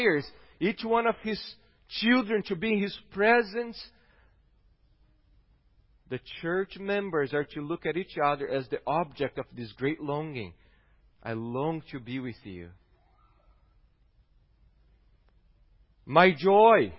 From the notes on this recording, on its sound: Sermon preached. At Gracious Cross Reformed Church Salem.